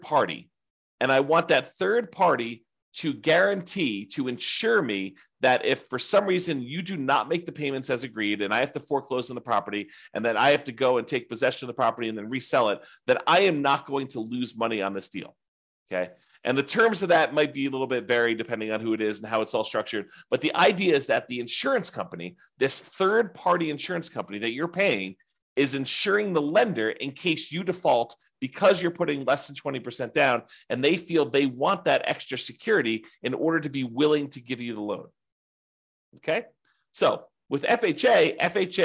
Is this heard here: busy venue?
no